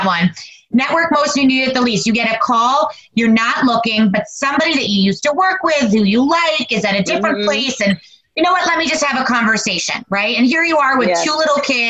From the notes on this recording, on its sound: virtually sit down